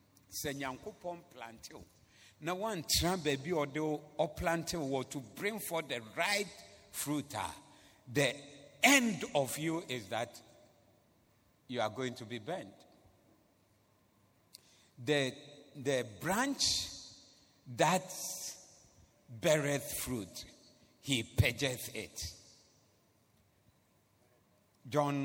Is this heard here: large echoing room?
yes